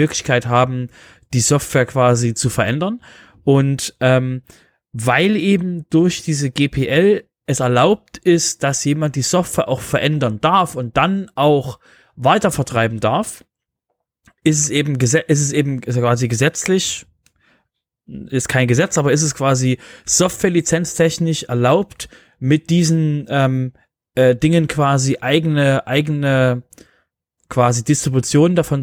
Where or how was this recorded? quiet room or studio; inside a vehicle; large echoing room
quiet room or studio